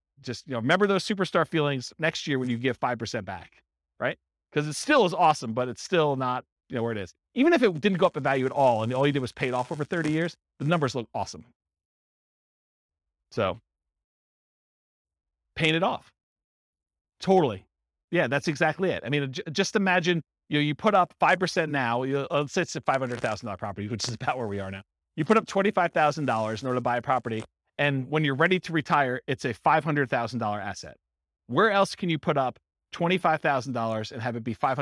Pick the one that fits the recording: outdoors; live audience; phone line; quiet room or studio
live audience